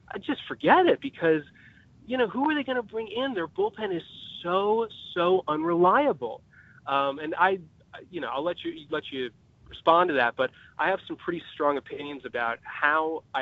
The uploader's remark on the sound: on the phone line